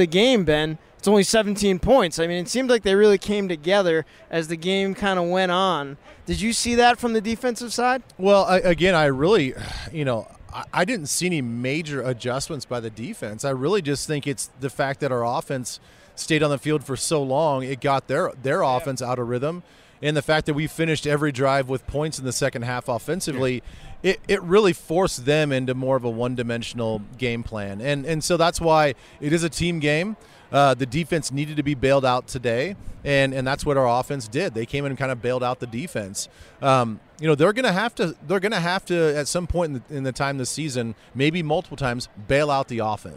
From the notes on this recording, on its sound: Bank Stadium live from the Vikings sideline after the game.